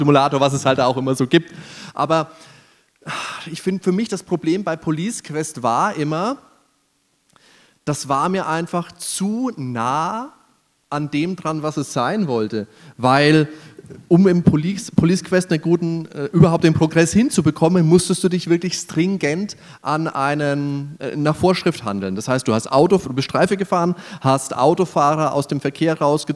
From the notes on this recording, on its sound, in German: Nerdwelten LIVE 2023. Produktion: GamesFestival23.